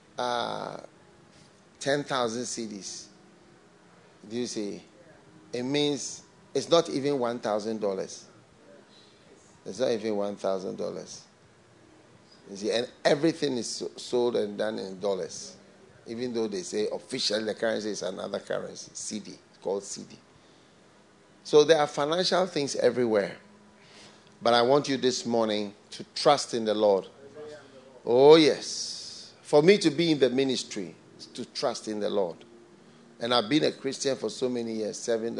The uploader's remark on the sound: Preached at the FLOW Church, Accra.